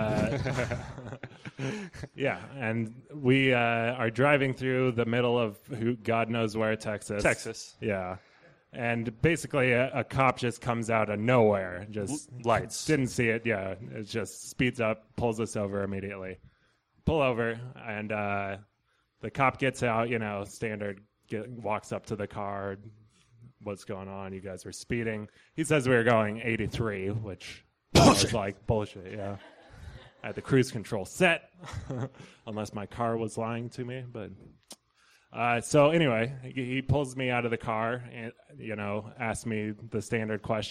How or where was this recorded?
busy venue